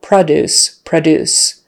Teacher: The verb is produce. Actually, we kind of use that schwa sound in the first syllable